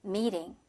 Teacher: 미팅인데 T 발음이 R로 약화됐고요